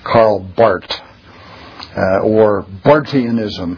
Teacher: But nobody that's sort of involved in the academic world will say it that way. You say it the German pronunciation of the TH, which is just a T sound. So Karl Barth or Barthianism.